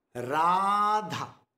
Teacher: Ra is long, Dha is short.